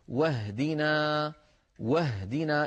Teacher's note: انتقلنا من الواو إلى الهاء ولم نقل واهدنا، فالهمزة سقطت هنا لأنها صارت في وسط الكلام · Term: همزة الوصل